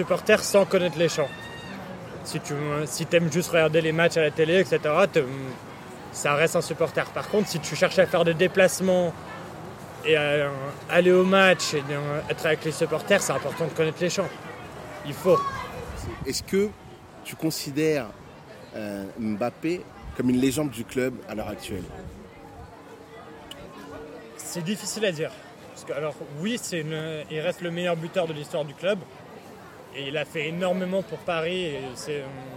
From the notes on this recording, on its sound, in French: Les conditions venteuses peuvent affecter la qualité audio par moments.